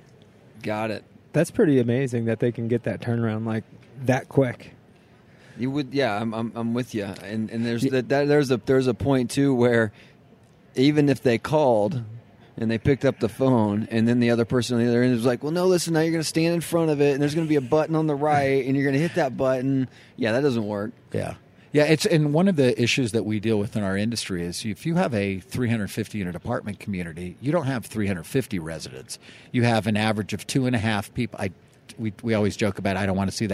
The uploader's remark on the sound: This week’s episode of The Bridge is coming at you live from the National Apartment Association in Denver!